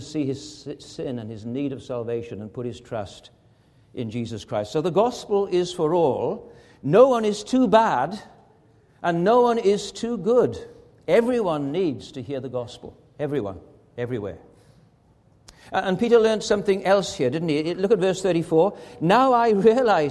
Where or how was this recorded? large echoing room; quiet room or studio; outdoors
large echoing room